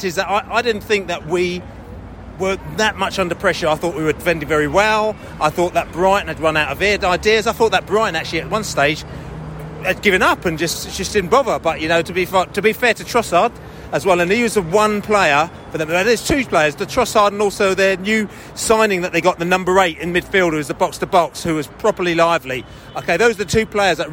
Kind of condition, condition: setting, busy venue